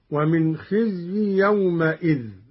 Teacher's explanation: قرأ قالون بفتح الميم من يومئذ هكذا: ومن خزي يومئذ، على أنها حركة بناء لإضافته إلى غير متمكن.